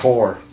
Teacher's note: Actually, they say Tor. You don't say the H. They don't have the H over there.